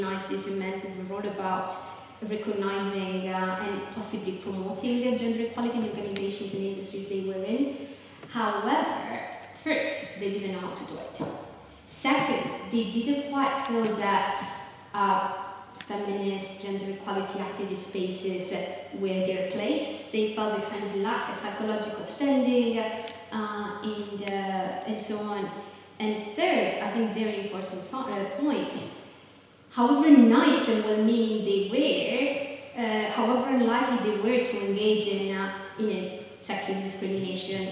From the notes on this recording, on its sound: GenPol's first live podcast recorded with SOS Media Music.